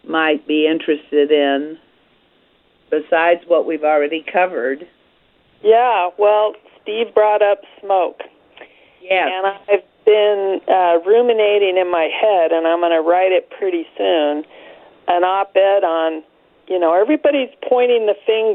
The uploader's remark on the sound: calling into the Garden Forum